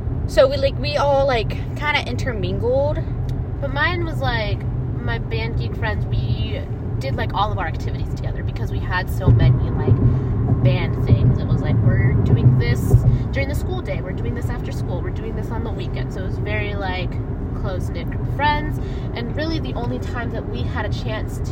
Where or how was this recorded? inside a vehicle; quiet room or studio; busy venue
inside a vehicle